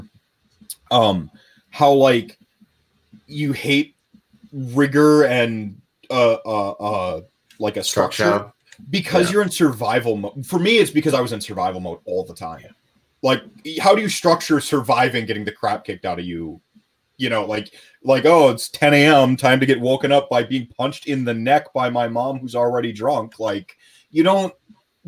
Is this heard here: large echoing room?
no